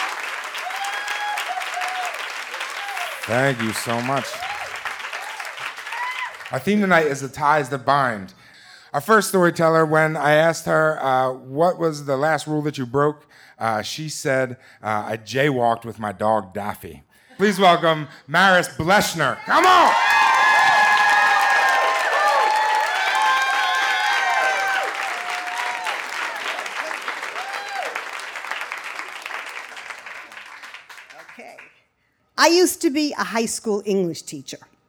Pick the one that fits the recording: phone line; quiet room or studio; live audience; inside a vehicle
live audience